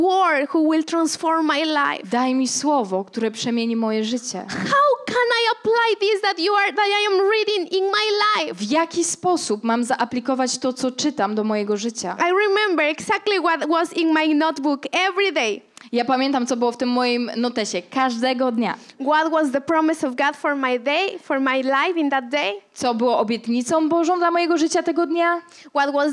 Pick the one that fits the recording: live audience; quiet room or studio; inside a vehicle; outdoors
live audience